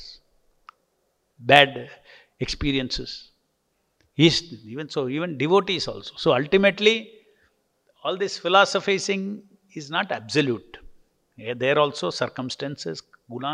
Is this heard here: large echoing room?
yes